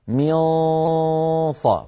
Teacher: هو صوت ممزوج من حرفين، ممزوج من نون لم يبق منها إلا غنتها ومن صويت فموي من مخرج الصاد، لكنه ليس بصاد، هو صوت فموي مضغوط إلى قبة الحنك، فيه شيء من التفخيم، فهذا يدل على ميونصة. · Term: الإخفاء